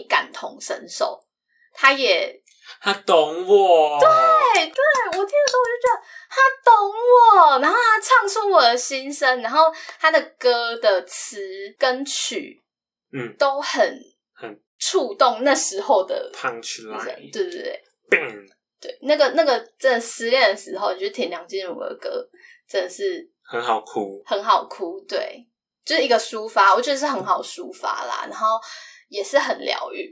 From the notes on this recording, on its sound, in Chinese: 本集麥克風收音有點nono，請大家見諒，我們正致力於優化錄音品質。